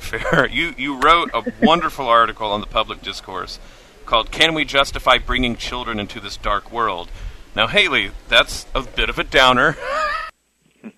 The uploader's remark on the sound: Live At IA St Fair